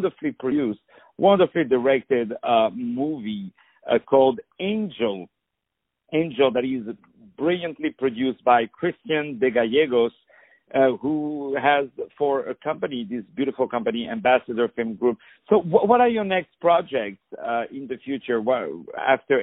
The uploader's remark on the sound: On the phone